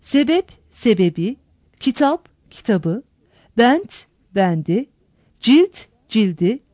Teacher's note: Bu gibi alıntılar ünlüyle başlayan bir ek aldıklarında tonsuz sert ünsüzler tonlulaşır, yumuşar. · Term: tonlulaşma